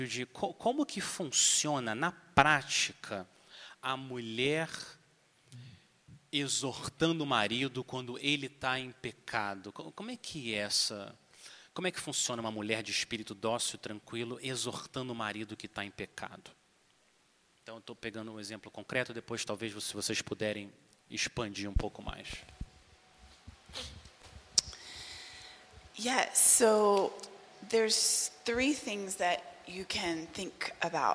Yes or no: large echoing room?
yes